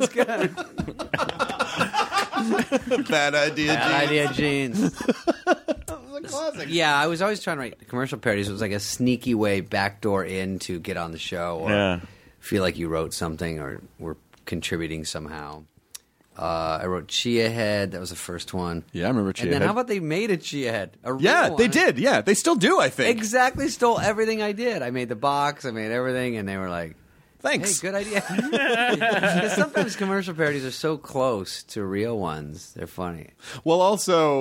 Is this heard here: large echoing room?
no